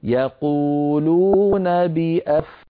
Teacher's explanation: في النطق هاءان، كلتاهما مكسورتان، فعلينا أن نبين صوتهما بهدوء ووضوح من غير تكلف